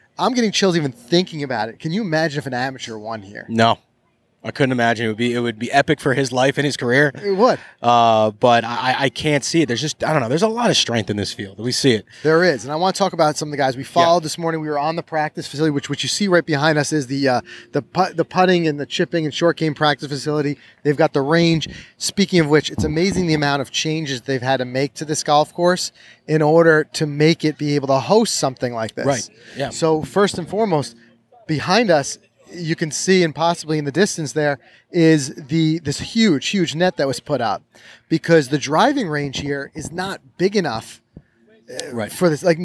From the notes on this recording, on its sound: We're on location in Brookline at The Country Club